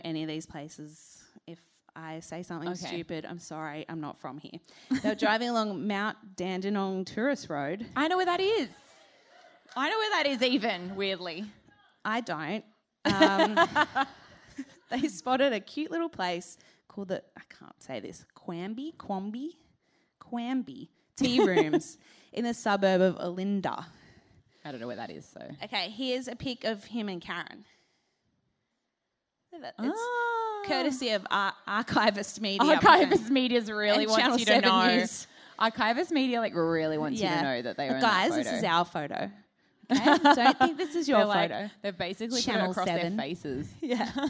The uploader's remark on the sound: this is Part 1 of our sold out Melbourne live show held at Chapel Off Chapel on Dec 15